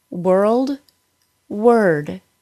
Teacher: In both of these words, the OR gets pronounced like the schwa plus R, which really just sounds like an R sound. · So don't say world or ward. The sound should go from the W sound immediately to the R sound. · IPA: /wɚld/ and /wɚd/, /wɚld/